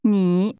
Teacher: That word is pronounced with a tone which first falls, then rises.